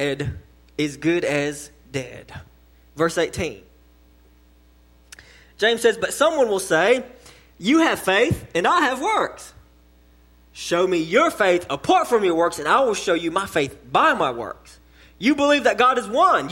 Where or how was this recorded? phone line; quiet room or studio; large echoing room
large echoing room